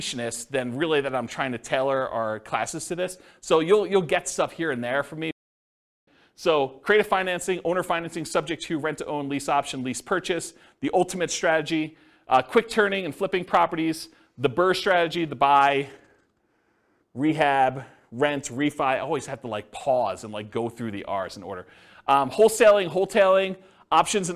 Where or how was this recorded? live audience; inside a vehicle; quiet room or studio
live audience